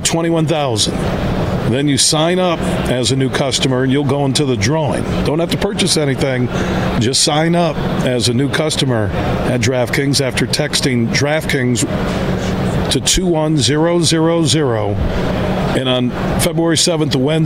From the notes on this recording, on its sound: Today we're broadcasting live from the Ultimate Fishing Show Detroit. Throughout the show, we were joined by some of the great people connected to the event to hear about all of the great things they have to offer.